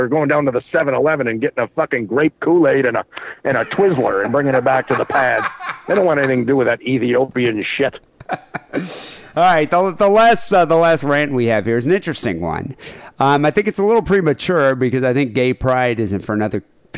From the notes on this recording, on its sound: Phone calls.